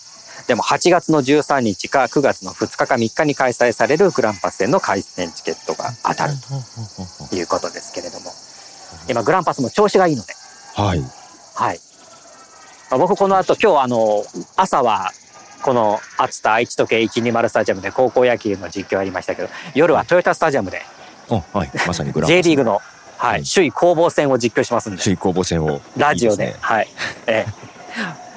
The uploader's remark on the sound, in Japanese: 高校野球の実況現場から。蝉の鳴き声が聞こえますね。